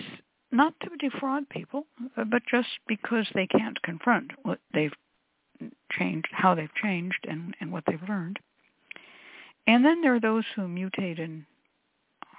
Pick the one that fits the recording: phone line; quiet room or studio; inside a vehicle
phone line